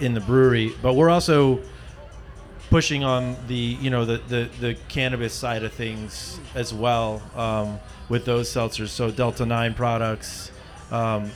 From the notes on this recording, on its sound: This impossibly hard-to-answer question was asked of three beer industry veterans during a live show, in the rain, during their first hour of the Snallygaster Beer Festival . Beer Me Radio returned to our "recorded live" roots for one special show during Snallygaster beer festival in Washington, DC, in a podcast tent, in the rain.